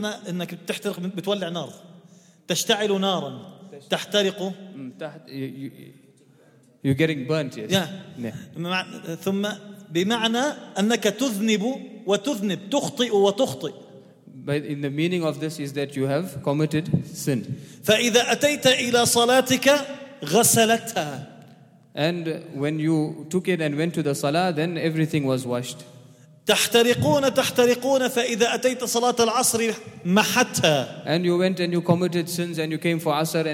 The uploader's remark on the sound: at the Houghton Masjid (West Street)